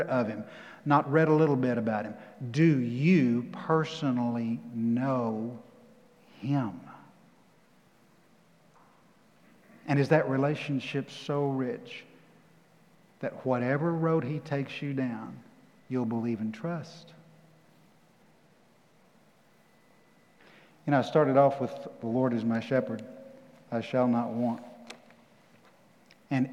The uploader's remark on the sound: Recorded live at The Fellowship in Nashville on June 13, 2021.